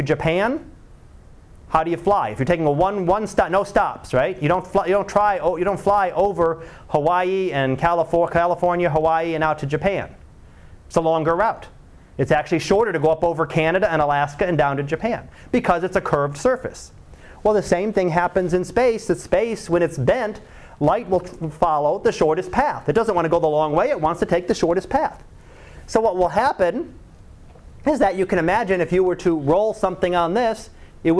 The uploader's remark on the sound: Live Class Lecture